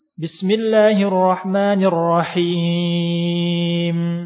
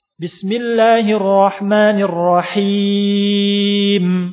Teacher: Tapi madnya tidak ada gunnahnya · Shown in: second take